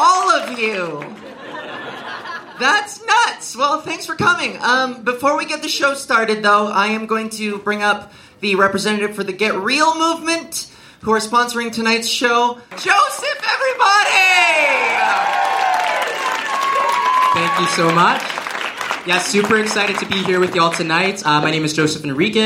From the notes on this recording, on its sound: LIVE SHOW RECORDING. My first ever live show!!